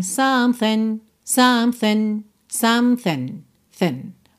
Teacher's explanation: essa segunda parte aí da palavra something tá bem reduzida, não tem aquele something, sabe, assim, com bastante nasalidade, né, something, tell you something, que seria correto, não estaria errado, mas eles reduzem bastante, então a gente tem something, something, something, thin, ok?